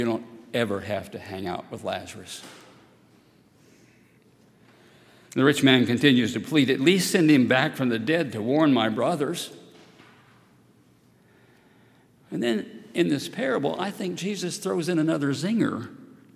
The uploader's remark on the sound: at Highland Baptist Church